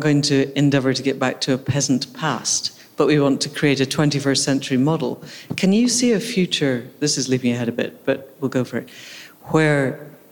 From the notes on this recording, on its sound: This is an Accidental Gods bonus Episode recorded at the Marches Real Food and Farming Conference held at Linley Estate in Shropshire in September. This was actually recorded in a barn.